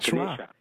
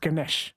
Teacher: They delete the A's. So the A at the end is pronounced like a schwa, Ganesha. · Shown in: first take